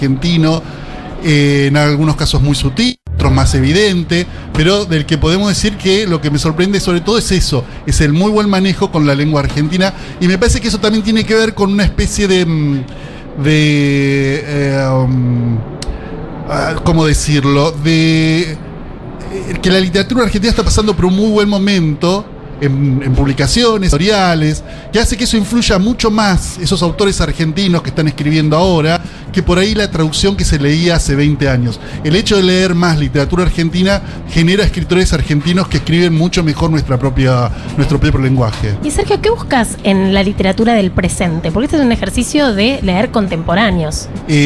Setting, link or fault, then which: setting, busy venue